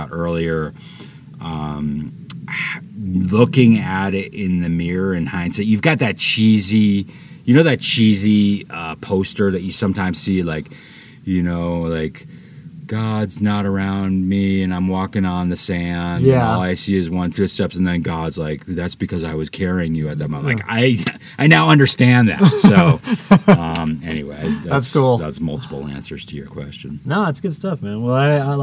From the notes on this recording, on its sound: from camp in Bears Ears National Monument